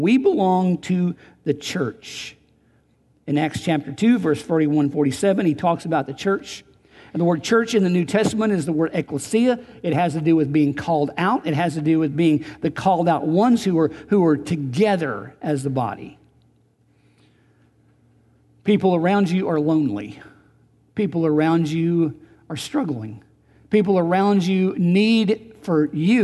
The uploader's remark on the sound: Recorded on August 18, 2019 at Graceland Baptist Church in New Albany, Indiana.